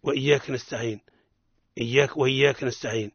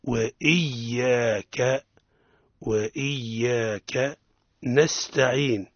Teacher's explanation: يقع الخطأ في لفظ وإياك نستعين عدم تحقيق همزة القطع وعدم تضعيف الياء وعدم بيان فتحتها وعدم مدها · Shown in: first take